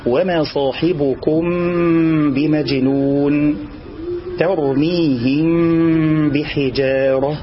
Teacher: فلا بد من إخفاء الميم مع الإتيان بالغنة · Term: الإخفاء الشفوي